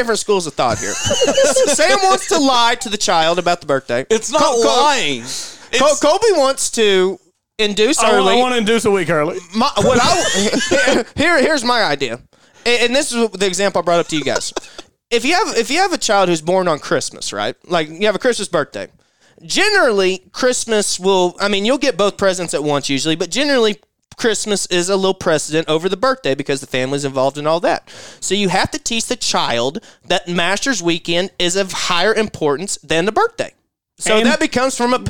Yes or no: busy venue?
no